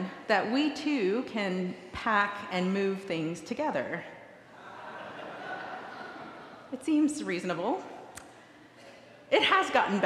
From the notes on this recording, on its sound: Recorded live at the 10:00am service on Sunday, July 9, 2023.